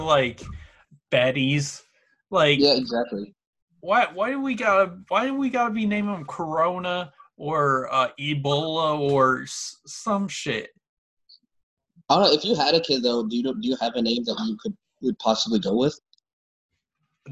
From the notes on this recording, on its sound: sit down on Zoom and have a chat